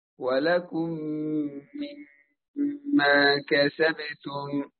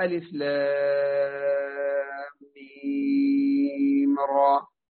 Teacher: الإضغام. إضغام، ندخل الميم الأولى في الثانية فتصير ميما واحدة مشددة، ويلزم أن تأتي بتشديد بكمال التشديد وإظهار الغنة · Shown in: first take · ولذلك أقول يجب إظهار الغنة مع تشديد الميم.